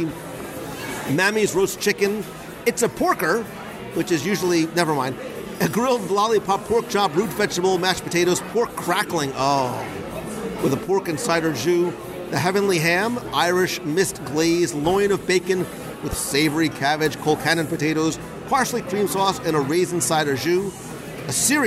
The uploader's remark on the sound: Raglan Road LIVE Restaurant Review. Join me at the table at Raglan Road Irish Pub in Disney Springs for a LIVE dining review. Chat with one of the live performers, and some of the staff.